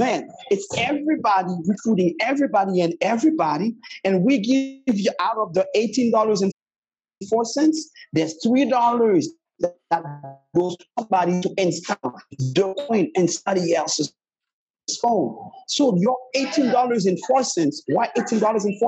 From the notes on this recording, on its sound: We had some audio issues on the show. We tried to do the best we could but the situation is what the situation is.